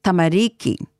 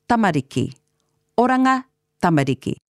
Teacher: The elongated sound I mentioned tends to creep in at tamariki, making it become tamariki. But there's no long sound, just the same emphasis for all of the syllables. · Shown in: second take